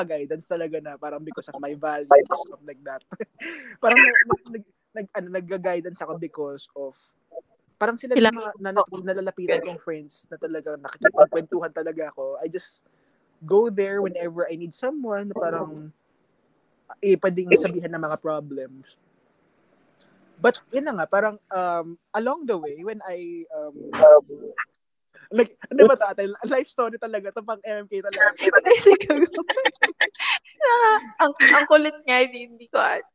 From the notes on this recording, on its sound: I'm sorry about the audio. We were having trouble with the reception.